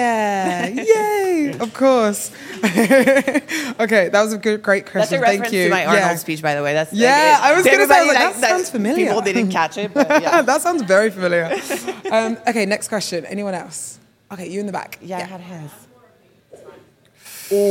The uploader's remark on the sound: Coming to you live from Miami! This episode is one we filmed at our live event at the start of September.